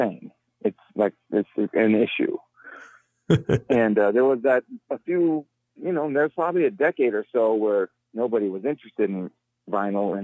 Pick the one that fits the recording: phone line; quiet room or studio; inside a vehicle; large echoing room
phone line